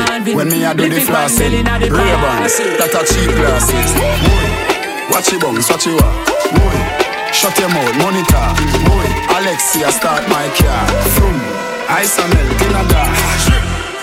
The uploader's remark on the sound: Live Twenty One Sound Bar 18 - 01 - 2024